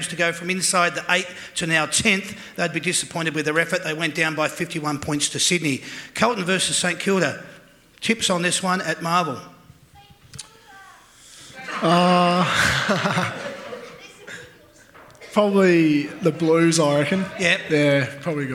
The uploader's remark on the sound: That's Good for Footy panel show LIVE from the Mulgrave Country Club